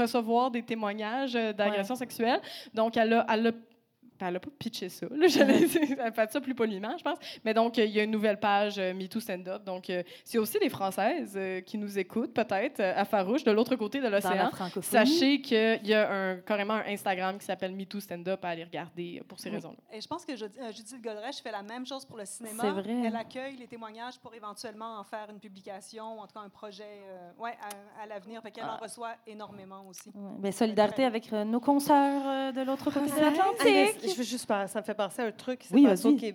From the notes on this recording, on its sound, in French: Enregistré devant public à La Cale - Pub Zéro Déchet à Montréal.